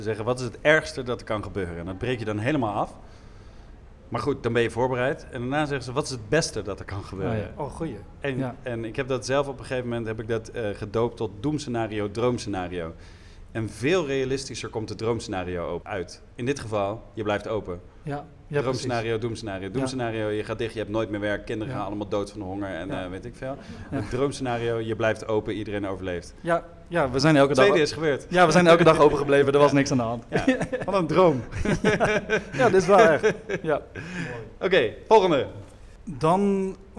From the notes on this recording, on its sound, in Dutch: DPOS x Stoicon X Gent . Deel 1 (live vanuit het Geuzenhuis Gent).